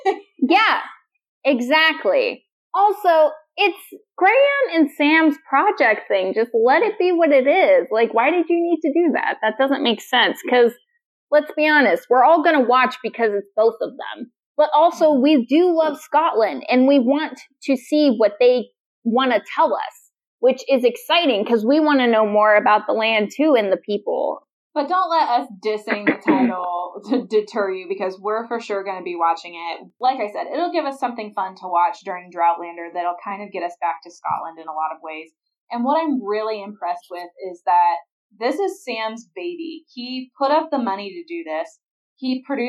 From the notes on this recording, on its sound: Please excuse the lesser audio quality, we were experiencing technical difficulties during the recording process.